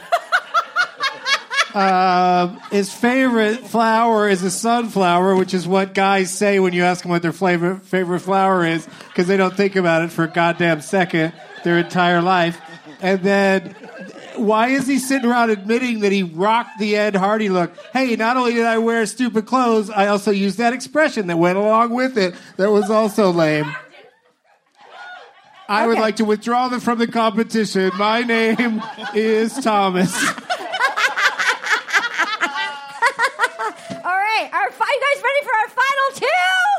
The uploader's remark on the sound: LIVE AT DYNASTY TYPEWRITER BACHELORETTE DRAFT PICKS 2021! Our hybrid live/ livestream Bachelorette 2021 Draft Picks.